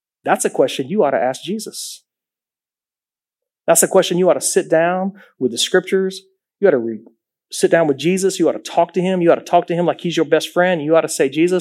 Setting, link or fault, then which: setting, large echoing room